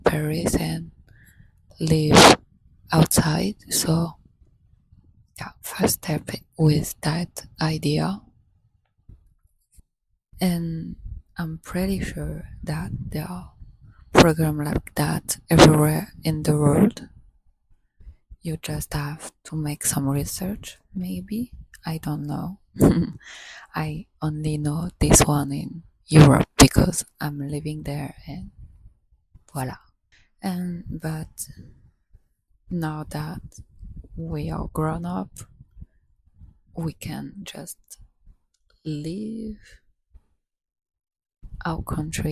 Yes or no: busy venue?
no